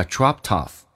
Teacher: 一个清辅音再加一个清辅音，跟后面元音连音的时候，那个清辅音还是保留